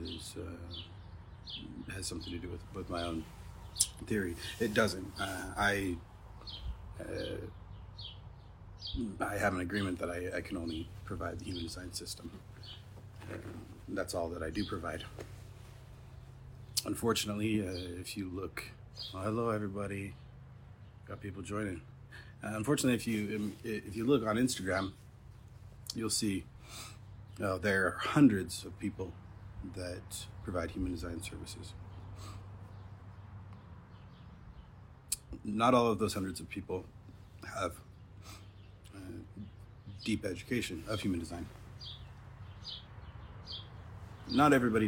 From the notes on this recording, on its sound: Instagram live from May 2021